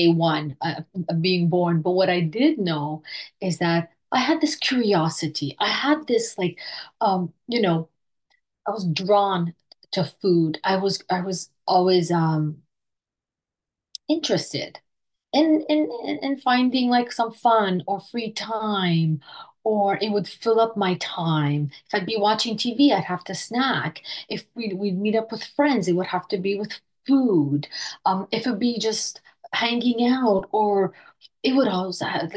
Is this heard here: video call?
yes